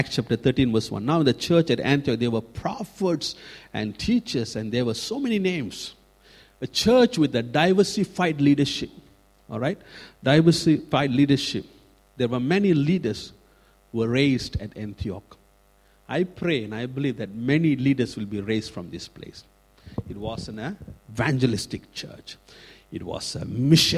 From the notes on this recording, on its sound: Recorded at freedomcentre church, Preston